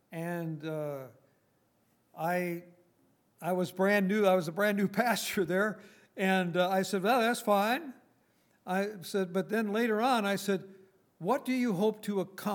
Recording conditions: large echoing room